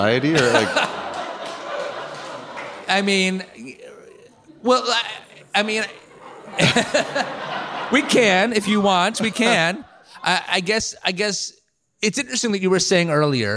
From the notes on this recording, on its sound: on stage at Swedish American Hall in San Francisco